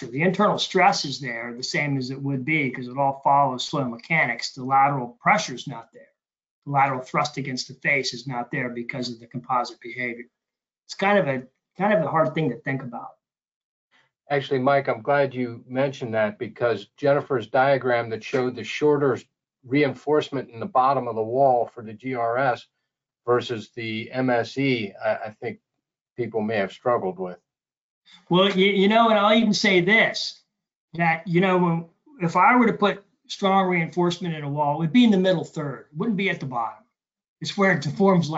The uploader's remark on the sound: This is an audio version of the webinar.